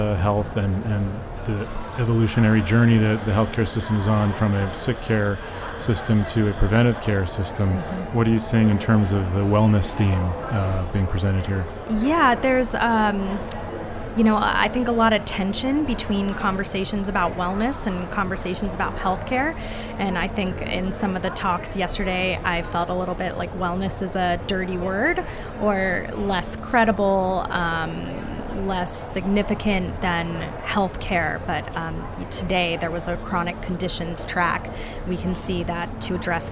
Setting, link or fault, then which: setting, busy venue